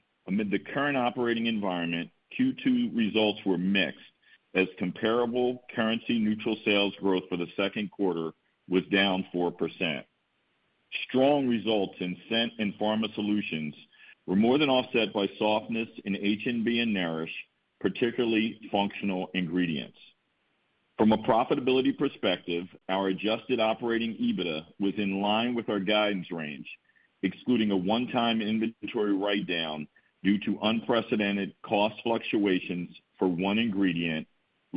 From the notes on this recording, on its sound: Q2 2023 Earnings Conference Call.